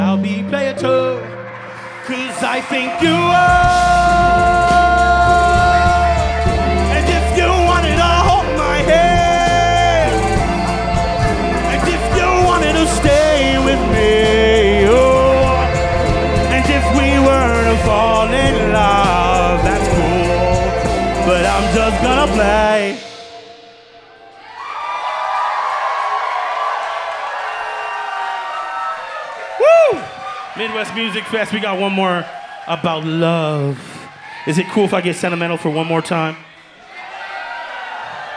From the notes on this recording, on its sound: Tonight on the Live Feed we take you to Mid West Music fest 2023 for regional favorites. Youre listening live from MWMF 2023 tonight on the Live Feed.